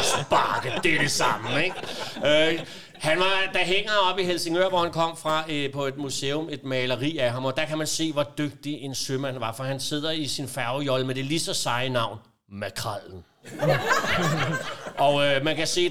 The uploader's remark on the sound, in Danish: Optaget live i Kulturium, Ishøj.